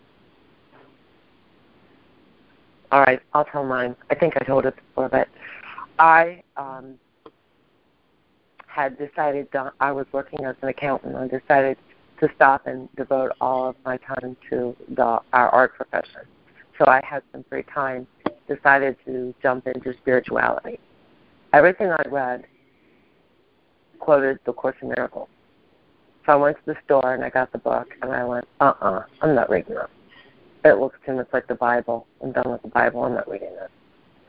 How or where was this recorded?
phone line